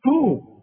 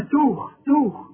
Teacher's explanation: ويمدهم في طغيانهم. الطاء دي في بعض الناس تحولها الى ت، تخينة شوية · Shown in: first take · Term: الطاء مفخمة